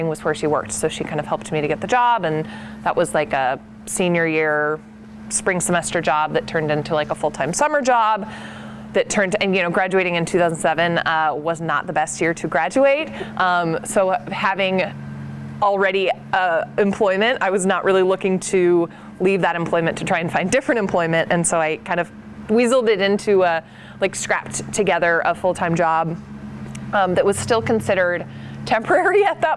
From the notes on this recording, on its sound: outside Nicholson Library in McMinnville